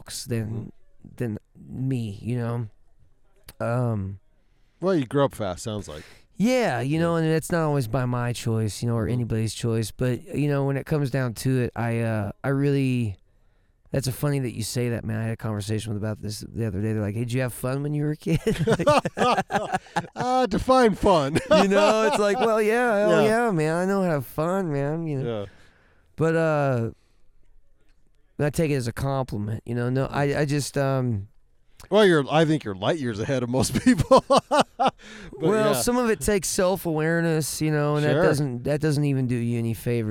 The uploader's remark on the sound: Van Sessions ROOTS at The Brue Haus. BACK IN THE VAN IN THE BRUE HAUS DRIVEWAY! Recorded during Ogden's First Friday Art Stroll. Thanks to everyone who came out to the live show!